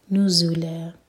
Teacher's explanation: یہ زا buzzing sound کے ساتھ اور لا دو ہر کا لمبا یہ مد عوض عن التنوین